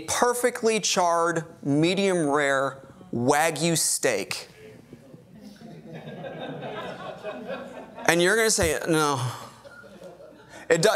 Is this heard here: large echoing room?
yes